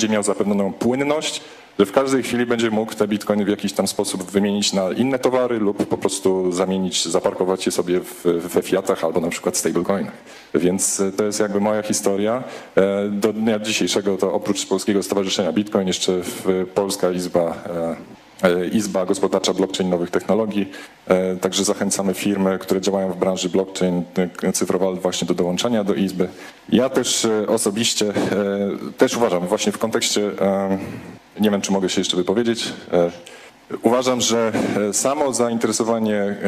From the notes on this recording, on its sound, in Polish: Panel, który odbył się podczas Weekendu Kapitalizmu 2019 pod patronatem GPW i Instytutu Misesa